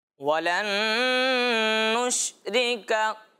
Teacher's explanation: ادغام بھی کریں گے اور غنہ بھی کریں گے، یعنی اس نون ساکن کو اس نون کے ساتھ ملائیں گے بھی اور غنہ بھی کریں گے